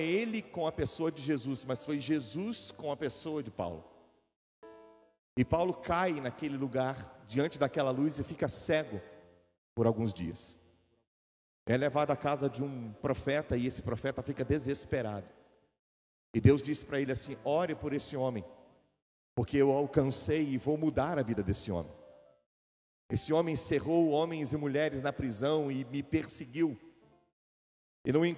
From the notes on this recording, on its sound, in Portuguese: Gravado ao vivo na igreja.